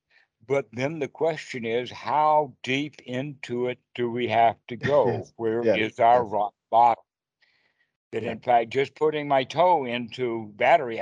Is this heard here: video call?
yes